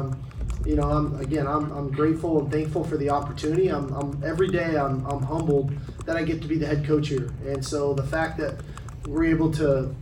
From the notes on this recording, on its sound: Big 12 Championship Postgame Press Conference. Speak to the media following the Texas Longhorns victory over Oklahoma State in the Big 12 Championship!